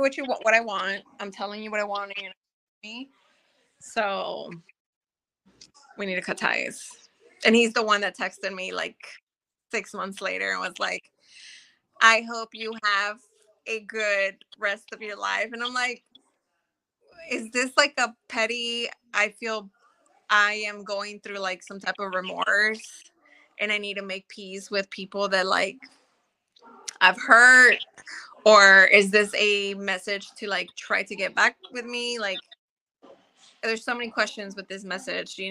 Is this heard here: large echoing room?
no